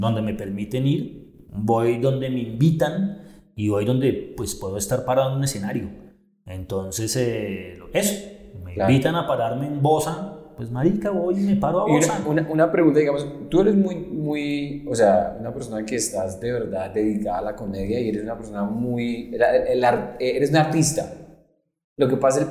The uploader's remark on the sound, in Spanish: DISCULPAS POR EL ECO EN EL AUDIO. Directo desde Bogota.